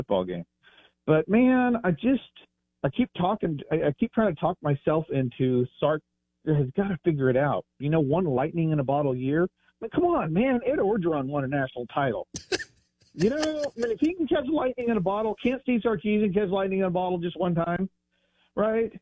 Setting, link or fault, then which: link, phone line